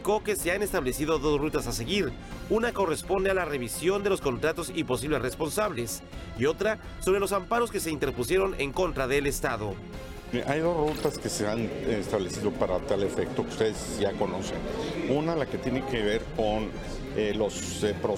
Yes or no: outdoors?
yes